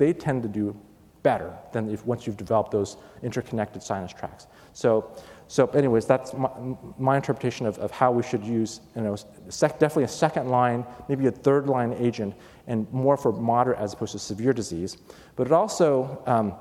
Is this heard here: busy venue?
yes